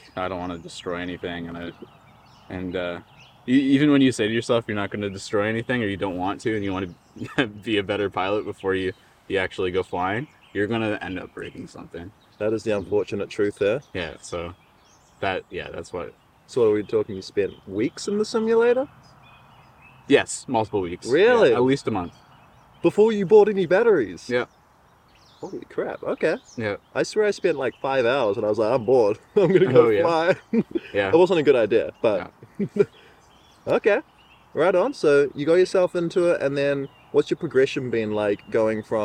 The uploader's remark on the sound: This episode of The FPV Podcast is very special being the FIRST episode to be filmed in-person, AND also outdoors too.